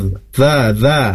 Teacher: Za, za itu adalah ujung lidah ya di antara gigi atas dan bawah, sehingga tidak terdengar da, tapi za